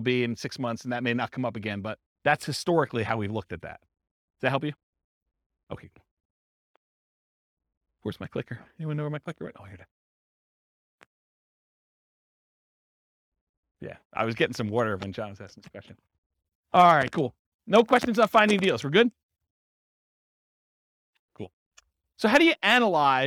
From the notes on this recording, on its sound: This was a live class recorded